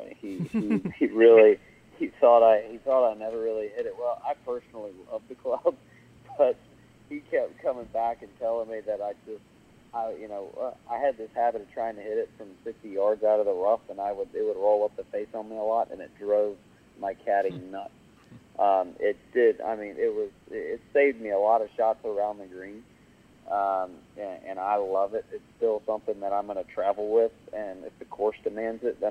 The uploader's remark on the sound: called into the show